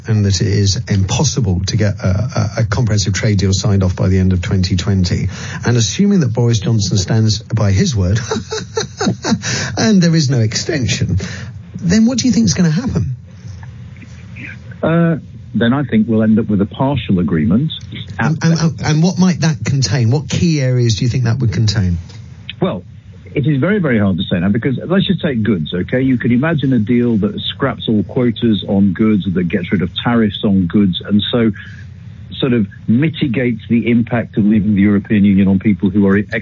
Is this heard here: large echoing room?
no